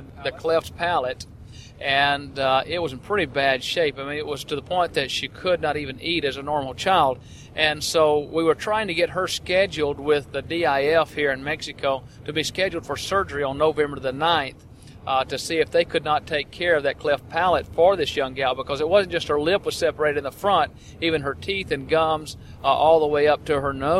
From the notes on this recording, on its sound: We were in a van going down the highway, so there is a bit of road noise, but not enough to be a real distraction.